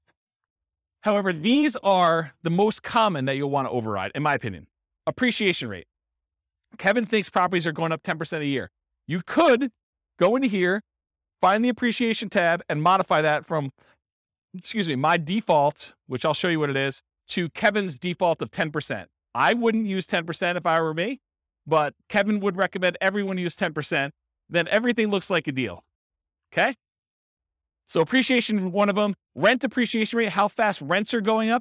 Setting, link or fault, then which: setting, live audience